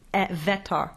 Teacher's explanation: Wetter is a short, open sound.